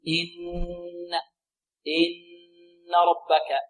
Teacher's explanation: النون المشددة هذه فيها غنة أكمل